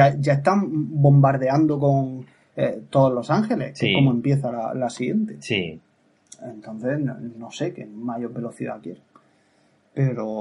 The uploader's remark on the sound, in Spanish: Grabando como condenados en cada hueco que nos dejan nuestras apretadas agendas. Grabado desde nuestros respectivos lugares de trabajo y gorroneando la Wifi ajena.